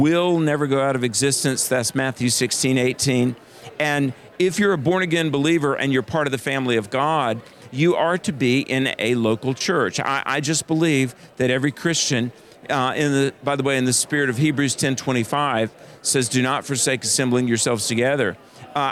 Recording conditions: busy venue